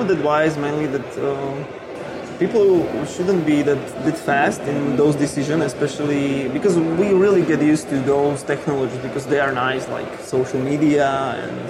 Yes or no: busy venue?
yes